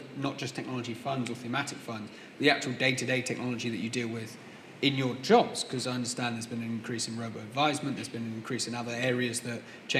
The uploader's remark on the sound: In a panel session at Citywire Luxembourg 2018